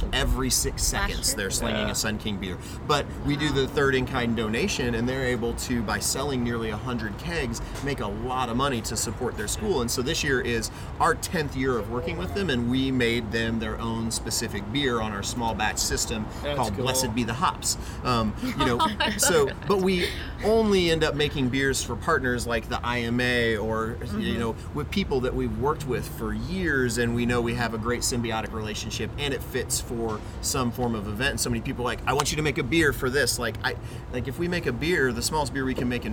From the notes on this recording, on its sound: LIVE at Sun King Brewery in downtown Indianapolis!